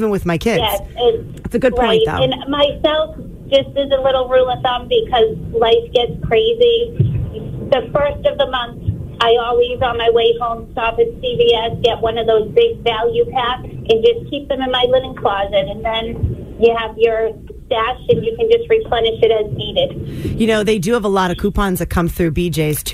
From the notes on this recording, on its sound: The MAGIC Listeners called